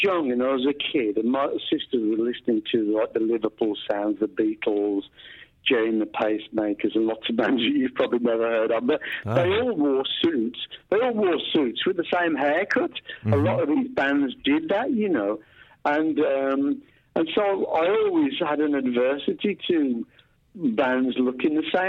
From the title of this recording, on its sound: a lengthy phone call he had last week